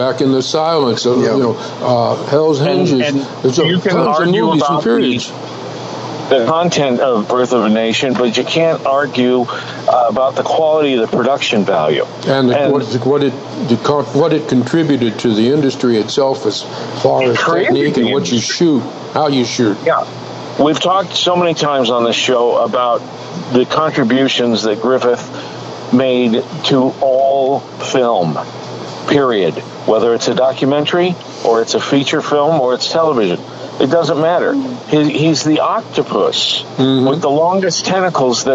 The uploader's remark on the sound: Our show streams live from the White Stallion Ranch.